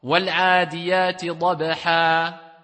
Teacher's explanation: Simplement le A, l'allongement avec deux temps. · Term: maddul iwad